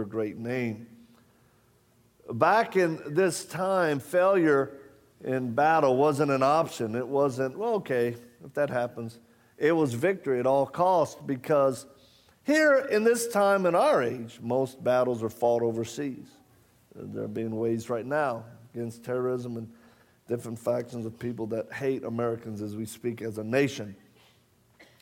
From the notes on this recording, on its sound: shared with the congregation at Calvary Chapel in Murrieta, California